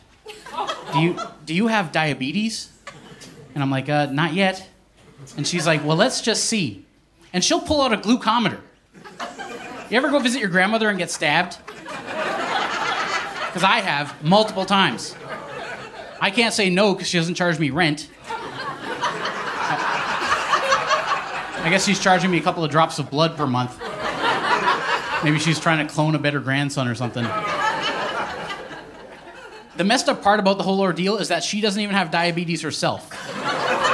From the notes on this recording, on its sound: Recorded live at Punch Lines Comedy Club in Saint John, New Brunswick.